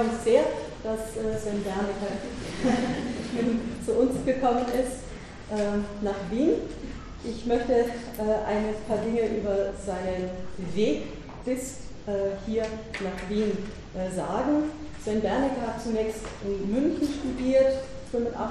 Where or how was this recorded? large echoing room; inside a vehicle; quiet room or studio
large echoing room